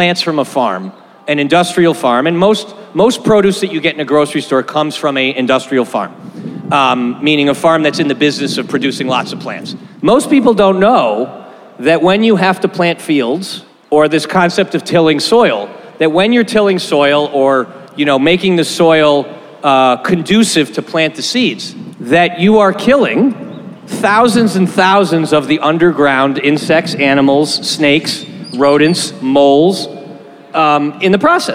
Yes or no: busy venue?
yes